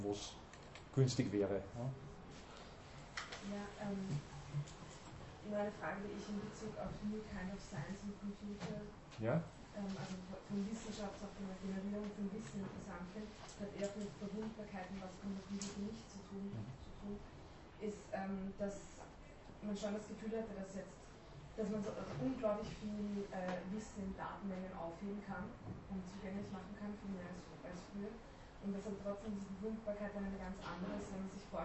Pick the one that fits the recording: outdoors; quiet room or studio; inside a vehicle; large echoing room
large echoing room